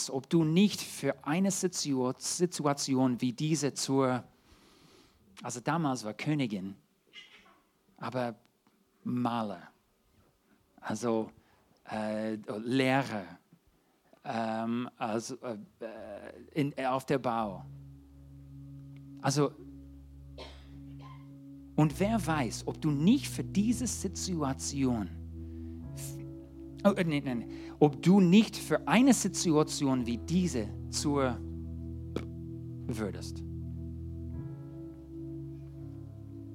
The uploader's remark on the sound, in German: 2023 in der Gemeinde Kaleo Schopfheim aufgenommen.